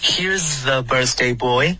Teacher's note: th 的音舌尖没有碰到上齿